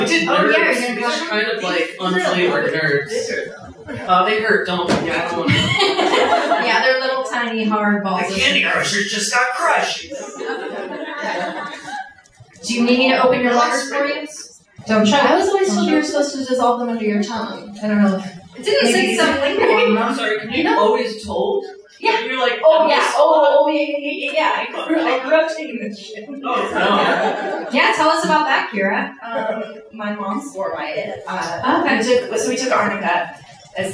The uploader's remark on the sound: Los Angeles Live Show Edition. Live on stage at the Bootleg Theater in Los Angeles.